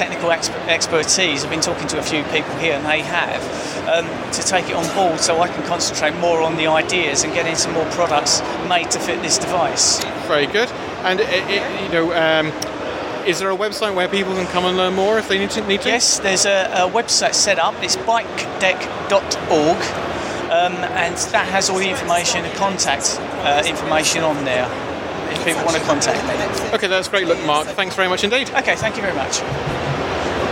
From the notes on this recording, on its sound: I chat with him as part of the British Inventors’ Project at Gadget Show Live